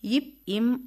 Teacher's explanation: இப் இம் ஆகிய இரு மெய்களும் மேல் உதடும் கீழ் உதடும் பொருந்துவதால் பிறக்கின்றன.